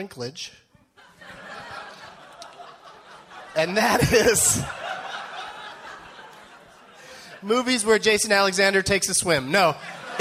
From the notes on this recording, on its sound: Recorded live at Largo at the Coronet in Los Angeles, California on July 14th, 2013.